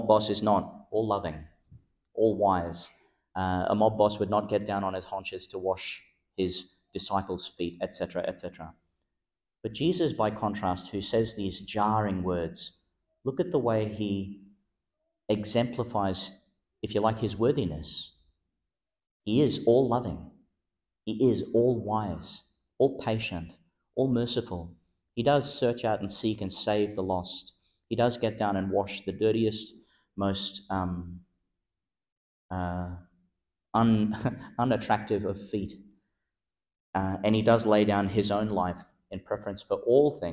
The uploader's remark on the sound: Delivered in Our Lady Star of the Sea Church (evening Mass) , Gladstone, Qld. Delivered in Our Lady Star of the Sea Church (evening Mass) , Gladstone, Qld.